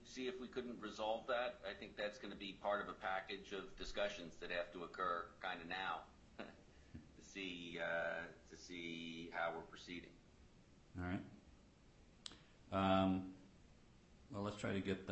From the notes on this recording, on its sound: FTX/Alameda U.S. bankruptcy court hearing audio. Audio of the hearing on the bankruptcy court record.